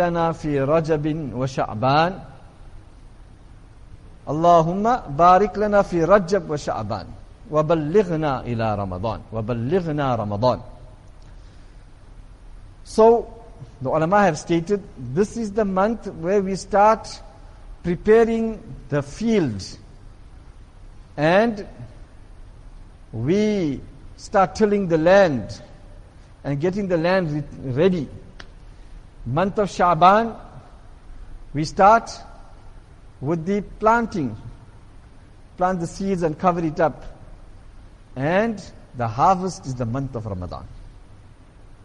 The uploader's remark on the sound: Jumuah lecture at Masjid Quwwatul Islam